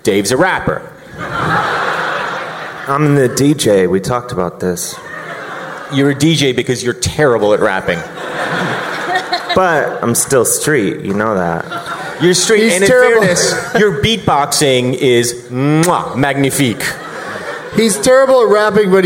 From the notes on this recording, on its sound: Live from the Gramercy Theatre in New York City.